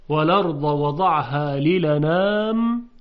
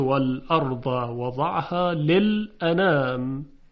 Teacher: مثلا در کلمه والارضا در روایت ورش اینطوری خونده میشه والارضا والارضا، ببینید وال ا، در روایت ورش اینطوری خونده میشه والا، یعنی چه؟ یعنی همزه رو حذفش میکنن، حرکتش رو میدن به ساکن قبل از خودش · Shown in: first take · وال ا میشه والا. · Term: قاعده نقل حرکت